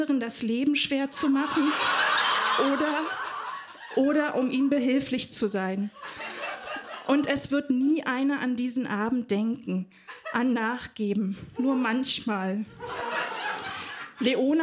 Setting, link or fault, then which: setting, live audience